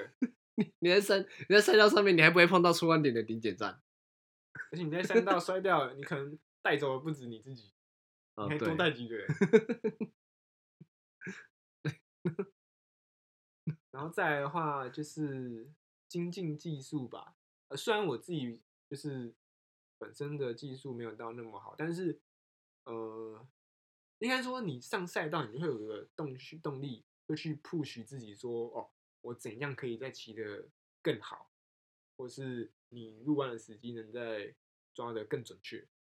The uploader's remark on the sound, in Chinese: 這集收音有些問題，敬請大家見諒